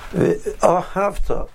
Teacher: You stress the syllable of hav. Ahavta. The main stress is on the word have. · Term: mil el